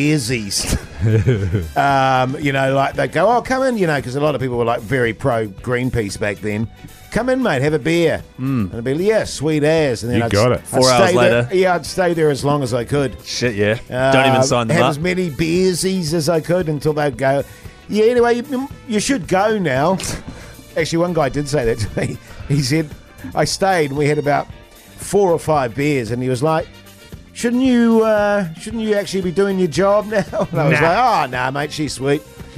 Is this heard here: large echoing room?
no